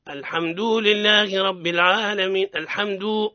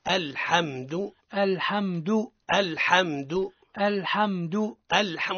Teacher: الصواب الحمد من غير مد · Shown in: second take